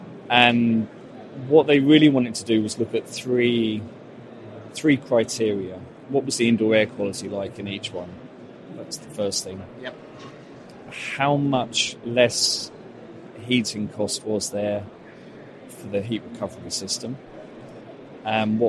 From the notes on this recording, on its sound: Two conversations recorded at Futurebuild 2022.